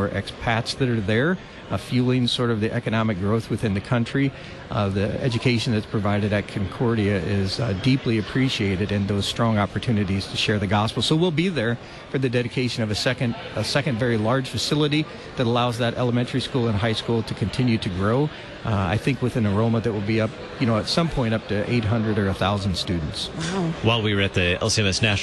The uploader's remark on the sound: LCEF Live from Synod Convention. Live from the 67th Regular Convention of the LCMS.